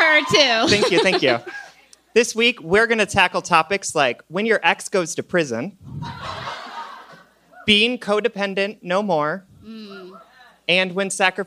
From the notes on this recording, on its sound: Live in Brooklyn.